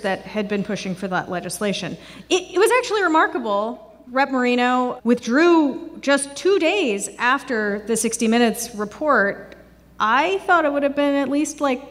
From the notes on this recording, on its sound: NPR Politics Live From Chicago. This is a special episode, recorded in front of a live audience at the Athenaeum Theatre in Chicago.